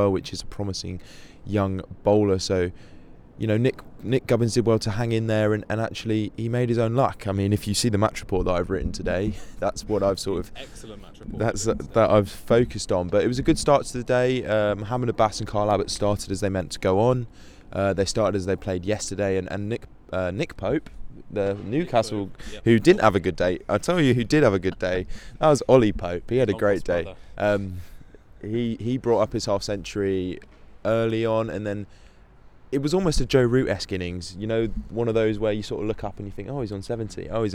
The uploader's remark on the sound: Live from The Oval